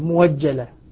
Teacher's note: وبعد الضم يسمع واوا مبدلة من الهمزة